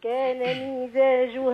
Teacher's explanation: حضرتك بتكسريها بتولدي منها ياء بتقولي ميزا مفيش ياء عندي ميزا كان مزاجها ايوه بالضبط كده كان مزاجها لا كان مزاجها